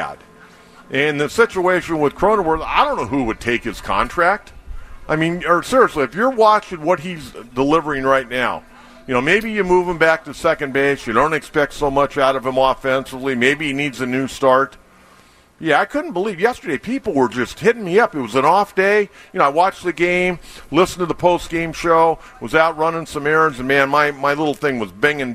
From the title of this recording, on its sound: Live from Del Mar Opening Day